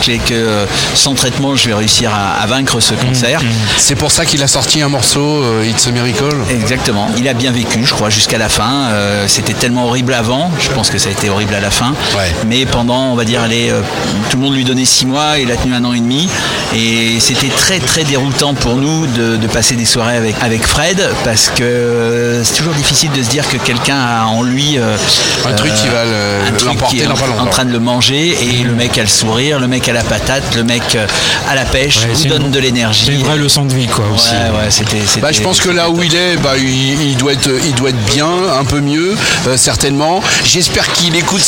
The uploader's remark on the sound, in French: Podcast En direct du Dock B à Pantin